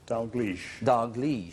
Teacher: So the stress is on the second syllable.